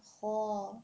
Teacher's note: ایک تو خا اٹ سیلف اور اس کے بعد الف ہے، تو وہ الف بھی ہیوی ہی پڑھا جائے گا